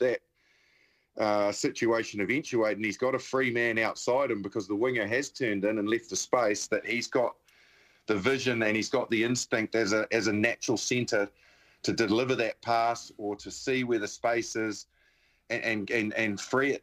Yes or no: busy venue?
no